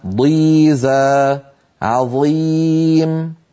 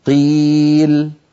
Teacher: ضيزة عظيم أشد تفخيما من قيل، لما؟ لأن القاف مستعلية فقط ليست مطبقة